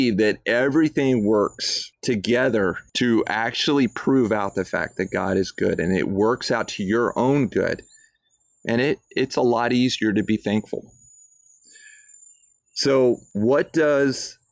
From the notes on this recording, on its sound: I don't know if you can hear the bird, uh, back here in the background, but I am outside on my back porch.